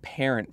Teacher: When we say the word parent, for example, there's this tiny delay between when our lips part and any pa sounds actually come out. What we call the voice onset time of pa.